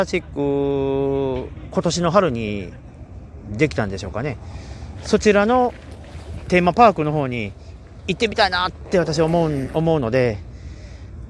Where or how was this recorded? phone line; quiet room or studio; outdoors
outdoors